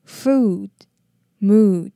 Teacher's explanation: 这两个都是 OO 长母音，念的时候嘴唇要稍微撅起来